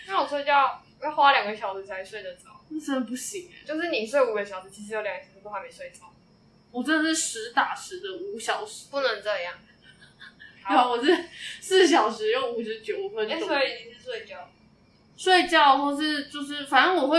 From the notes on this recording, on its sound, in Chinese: 戴口罩錄音，聲音也悶悶的